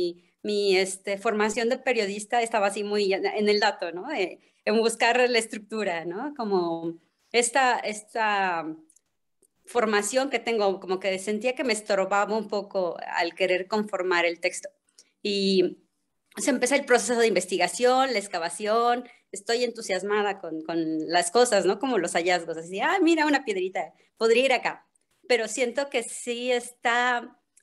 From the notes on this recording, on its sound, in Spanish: Como parte del cuarto ciclo del Laboratorio de Escrituras Vivas, en sesión sincrónica vía Zoom.